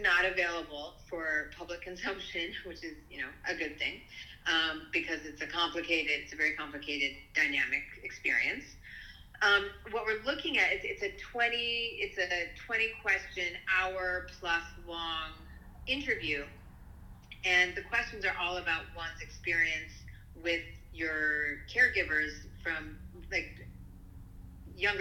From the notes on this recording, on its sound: Audio quality is poor